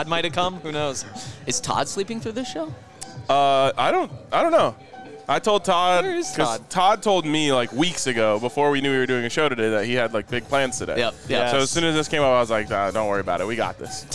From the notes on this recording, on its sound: coming to you LIVE from Circa Resort & Casino in Las Vegas